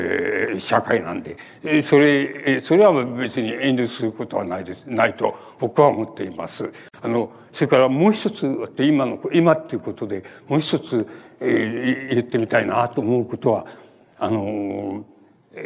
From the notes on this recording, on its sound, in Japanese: 主催：ほぼ日刊イトイ新聞 場所：東京国際フォーラム ホールC。ほぼ日刊イトイ新聞 創刊５周年として開かれたイベント 智慧の実を食べよう。音源はライン録音でクリア。